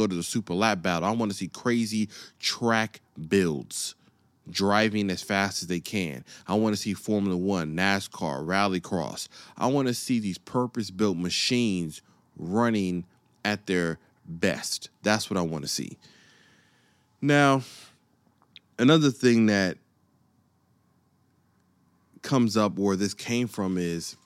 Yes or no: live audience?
no